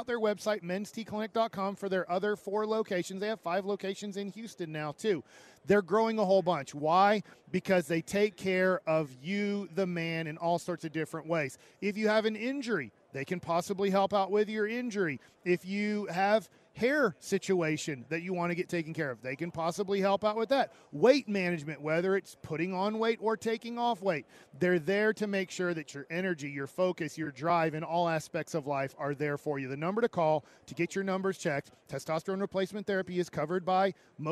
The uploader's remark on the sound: LIVE from Radio Row in Las Vegas!